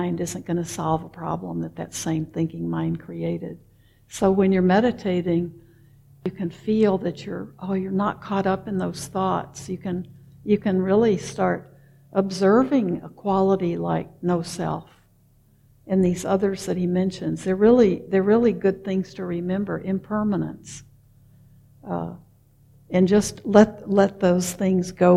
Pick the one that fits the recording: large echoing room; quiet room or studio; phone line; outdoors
large echoing room